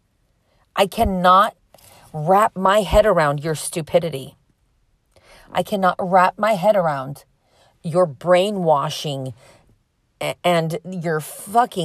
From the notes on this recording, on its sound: Me in my car